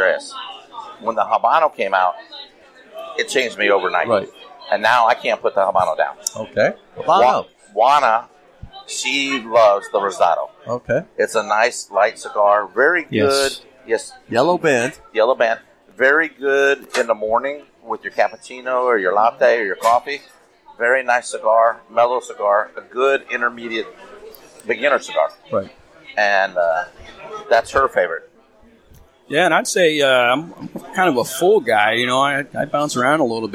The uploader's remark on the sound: Find ourselves at Grumpy’s to record for the second week in a row. We are two days in to Hackapalooza 6.0 and find ourselves at Grumpy’s to record for the second week in a row. Grumpy’s Cigars & Lounge; Hudson NH.